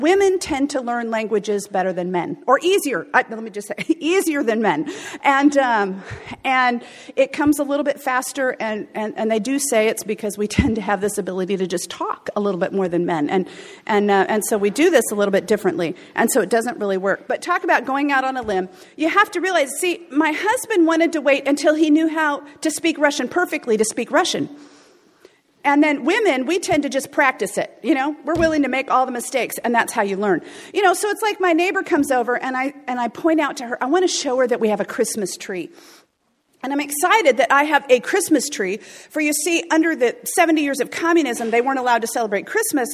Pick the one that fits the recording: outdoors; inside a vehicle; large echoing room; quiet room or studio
large echoing room